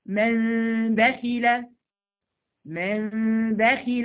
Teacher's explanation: الاقلاب، النون اتقلبت عندي ميم